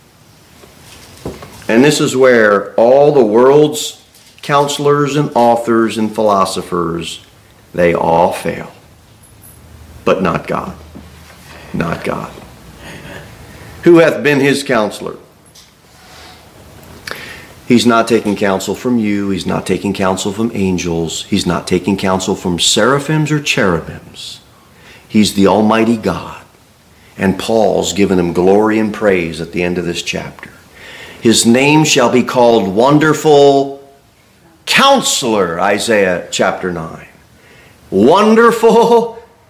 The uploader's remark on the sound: Sermon delivered at Pilgrim Baptist Church on Sunday, January 14, 2024, at 11-15 am.